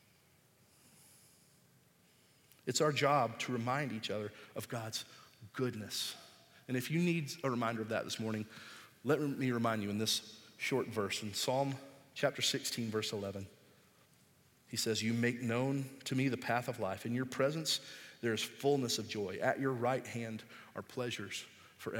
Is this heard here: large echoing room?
yes